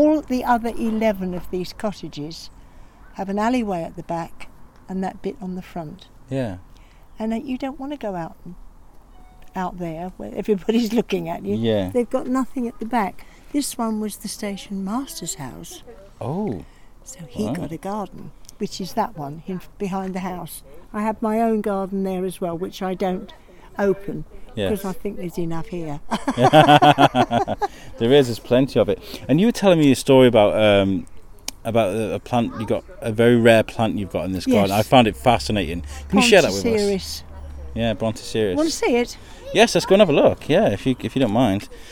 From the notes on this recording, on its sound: Belle Vue Open Garden event, part of The Belle Vue Arts Festival. I had a wonder around that the gardens that people had opened up to the public for the day as part of the Belle Vue Arts Festival. I met so many amazing people.